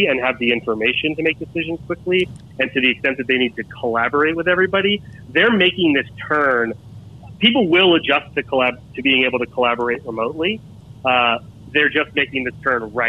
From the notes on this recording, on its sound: we jump on the phone